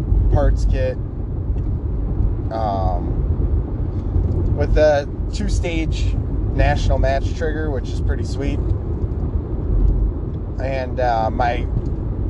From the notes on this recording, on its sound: My headset is no longer working so I recorded off my phone on my drive to work. Sorry about the background noise.